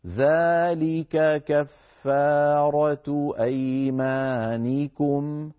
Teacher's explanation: نبين الكافين، فنقول هكذا ذلك كفارة أيمانكم، ذلك ك، فنبين الكاف الأولى من الثانية